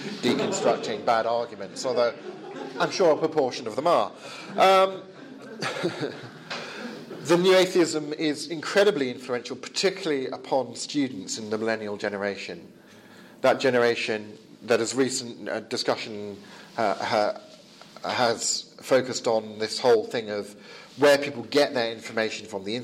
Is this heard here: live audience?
yes